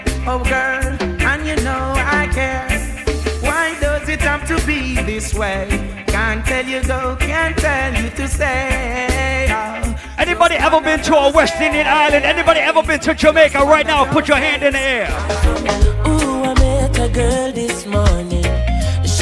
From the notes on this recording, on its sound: Live audio! Live at Island Saturdays on Sept 9th.